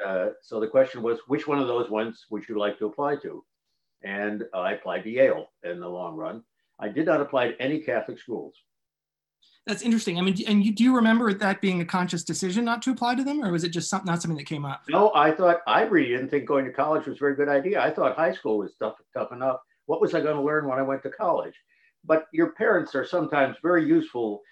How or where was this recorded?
video call